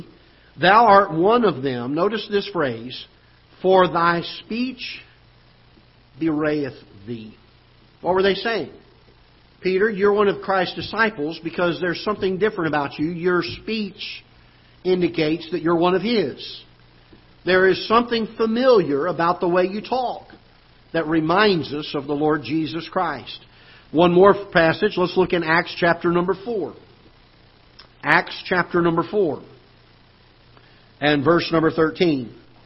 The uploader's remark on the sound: Ketha Heights Baptist Church ~ Live Broadcast